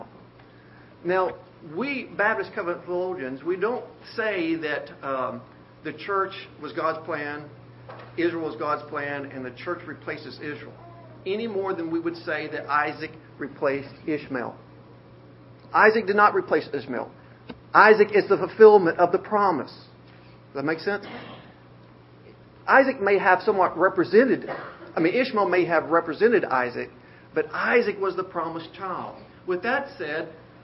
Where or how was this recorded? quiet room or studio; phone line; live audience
live audience